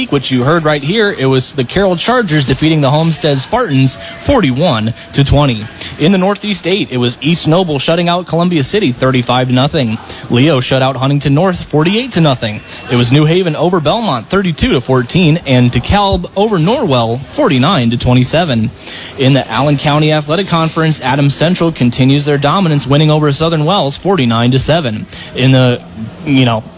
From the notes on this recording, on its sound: The Indiana Physical Therapy High School Football Postgame Show LIVE at the Pine Valley Pizza Hut